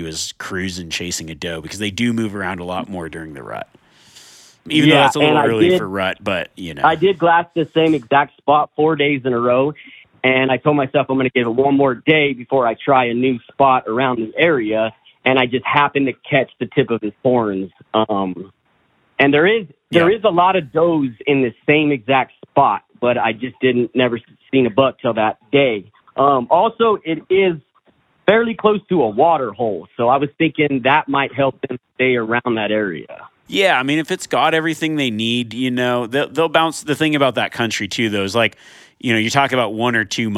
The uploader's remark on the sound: Live Call-in Q&A